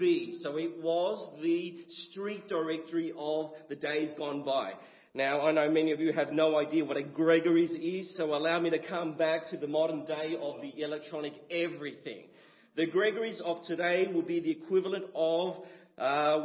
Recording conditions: large echoing room